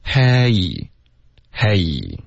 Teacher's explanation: A 的这个音跟 A E 区别是有这个 A E 的这个滑动 · Term: 双元音